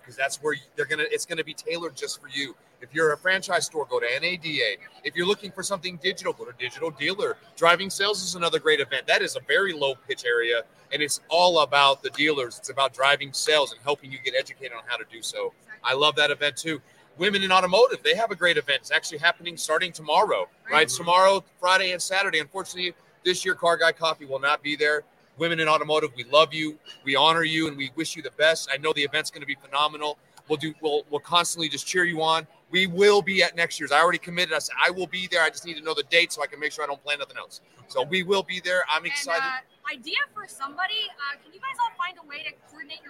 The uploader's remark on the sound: While at the 2023 NIADA Accelerate Conference.